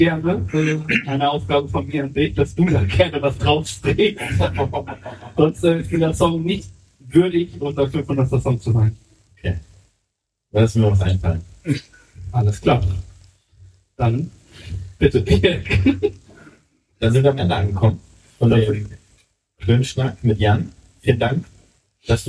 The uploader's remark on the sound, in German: Unserem ersten Livepodcast von Firlefanz & Zaubertrunken aus Hamburg. Wir hatten leider ein paar tontechnische Probleme bei der Aufnahme und entschuldigen uns für die Tonqualität in dieser Folge.